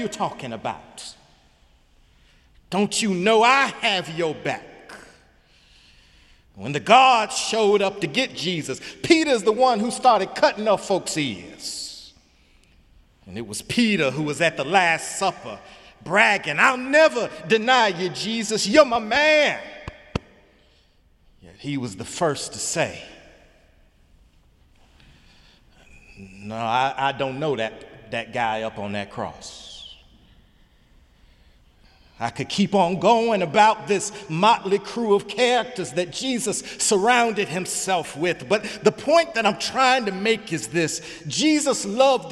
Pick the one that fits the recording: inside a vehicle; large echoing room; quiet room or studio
large echoing room